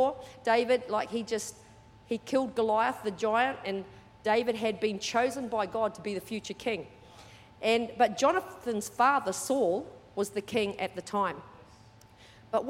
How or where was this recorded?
large echoing room